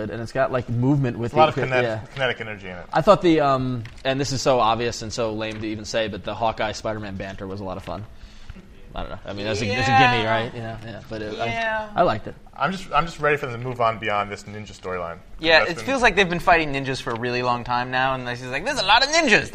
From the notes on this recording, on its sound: We're LIVE from Heroes Con in Charlotte, NC